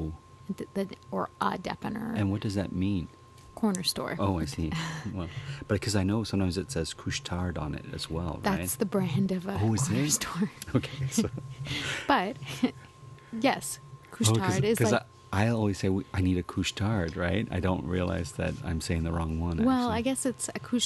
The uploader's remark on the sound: We take a walk to the local corner store.